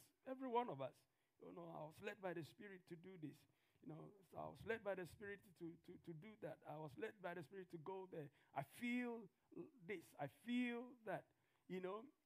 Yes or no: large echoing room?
yes